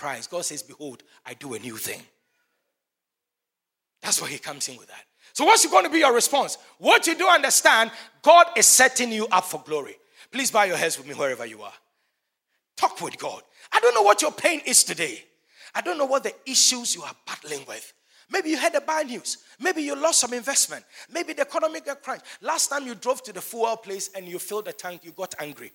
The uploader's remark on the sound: Sermon preached at CBC Shiashie Campus